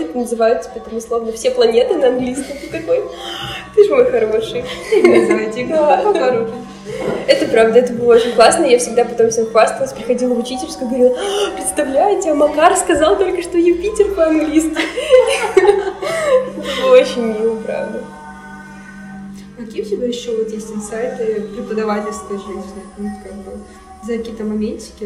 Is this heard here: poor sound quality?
yes